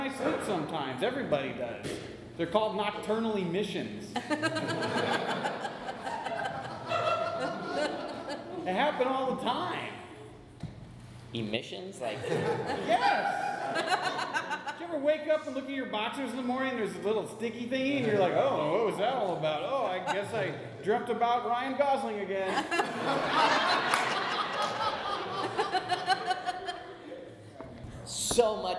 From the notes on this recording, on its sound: In front of a LIVE audience at The Establishment. Laugh along with an engaging audience.